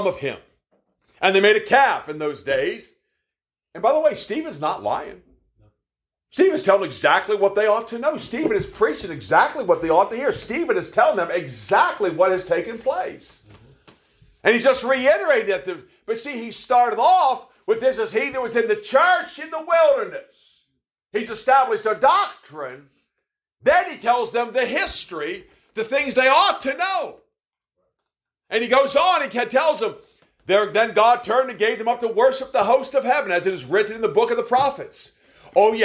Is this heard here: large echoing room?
yes